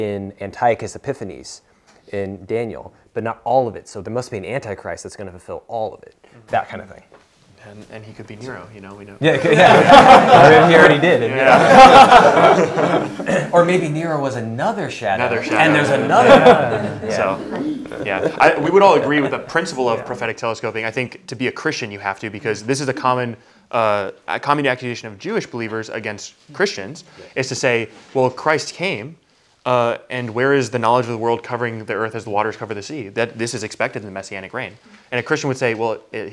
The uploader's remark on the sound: Q&A from our Discipleship Night